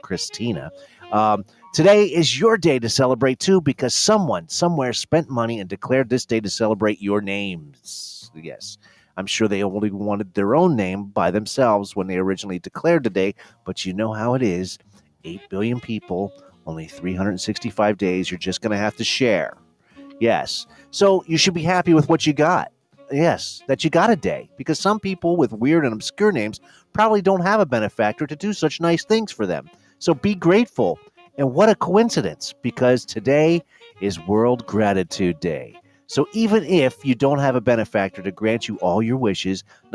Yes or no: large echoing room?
no